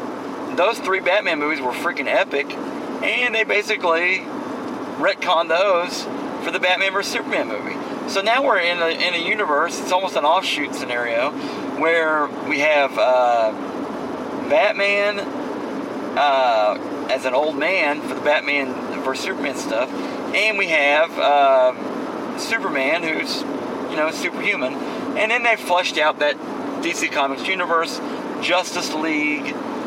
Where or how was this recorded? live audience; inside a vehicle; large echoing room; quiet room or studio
inside a vehicle